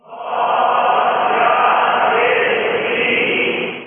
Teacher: صاد جو ہے اس کو اس کی ادائیگی میں سیٹی کی آواز ہوگی سختی سے ادا ہوگا اور اس کو پر پڑھیں گے